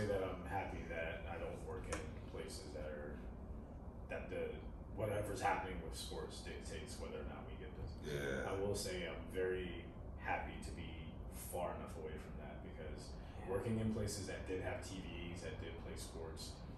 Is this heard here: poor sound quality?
yes